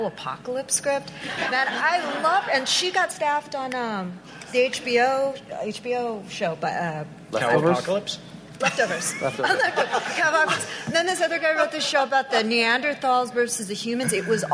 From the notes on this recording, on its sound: Recorded at WonderCon in Los Angeles on March 26, 2016.